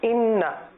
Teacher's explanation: اس انا کی نون پر زبر ہے لہذا اس کو کھینچیں گے نہیں